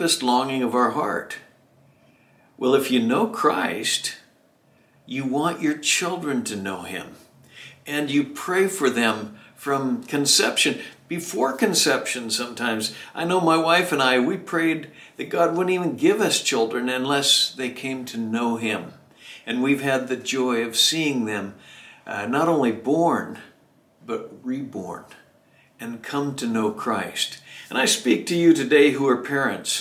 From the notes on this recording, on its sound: Southwest Bible Church in Beaverton Oregon